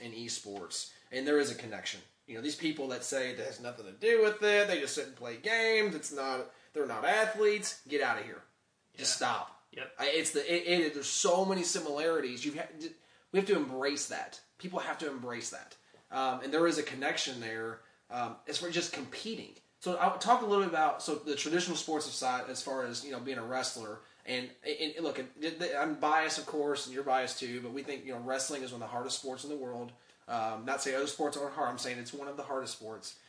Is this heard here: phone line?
no